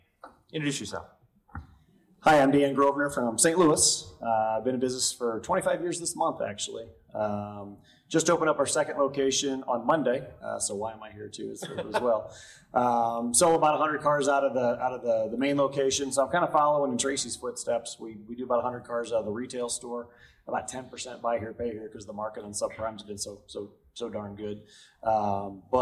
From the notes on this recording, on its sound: Dealer Panel Q&A Live From NIADA 2022.